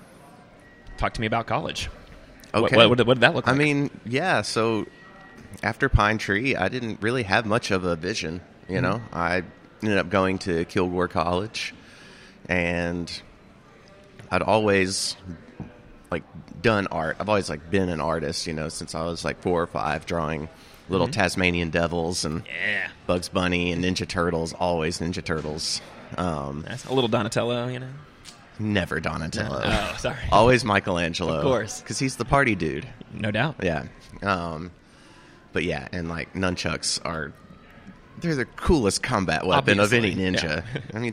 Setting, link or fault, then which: setting, busy venue